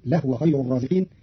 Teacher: قرأ قارون كلمة لهو بإسكان الهاء فتصير لهو خير الرازقين، وكلاهما أي الضم والإسكان في لغة العرب.